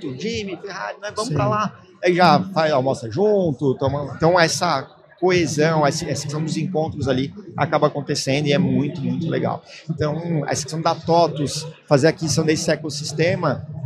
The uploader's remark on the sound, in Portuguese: Este episódio é parte de uma série "pocket" gravada durante o Startup Summit 2023.